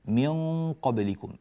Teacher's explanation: والقاف من حروف الإخفاء فأخفينا النون، إلا أن الغنة هنا في النون المخفى تفخم، والسبب في ذلك أن بعد هذه النون حرف القاف، أن بعد هذه النون حرف، والقاف طبعا حرف مفخم، فالغنة تتبع ما بعدها ما يليها تفخيما وترقيقا.